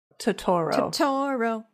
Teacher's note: the emphasis is on the second syllable